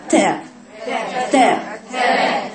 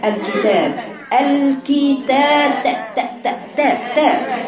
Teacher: في الكاف والتاء بقفل الصوت، بعدين اخرج الهواء · Term: الشدة